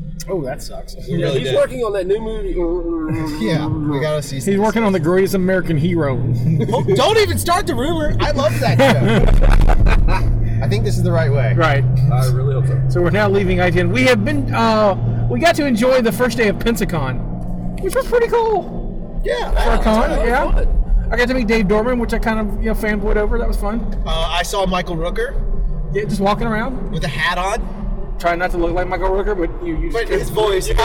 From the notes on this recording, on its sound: Warning this was recorded live in a car and there was a little trouble with the recorder so the quality isn't as normal.